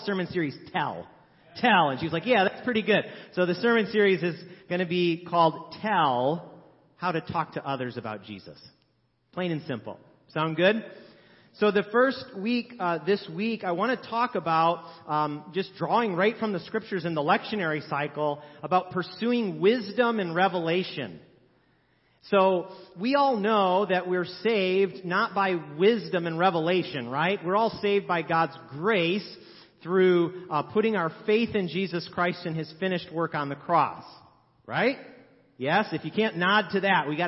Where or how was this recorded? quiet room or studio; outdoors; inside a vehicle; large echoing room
large echoing room